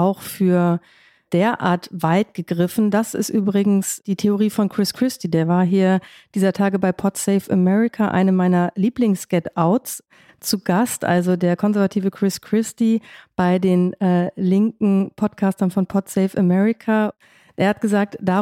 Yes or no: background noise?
no